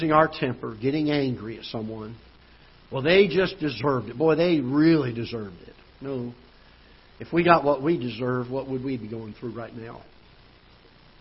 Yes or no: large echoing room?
yes